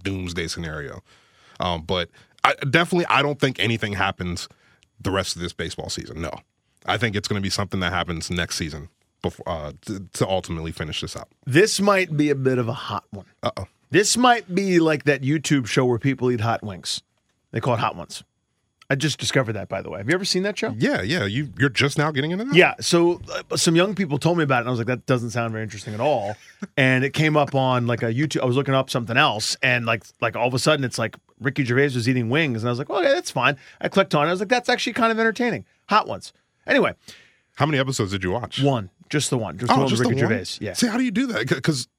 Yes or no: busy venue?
no